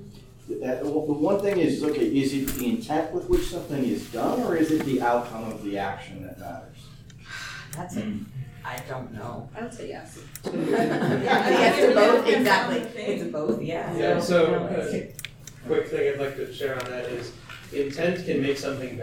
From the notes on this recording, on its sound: TusCon 50 Panel Rhoynish Turtle Conservation Society. Recorded live at TusCon. Saturday Panel Room 1.